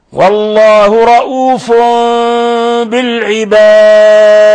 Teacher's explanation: تنوين ضم جاء بعده حرف الباء، الحكم التجويدي إقلاب، الحكم التجويدي إقلاب، قلبنا التنوين ميما مخفى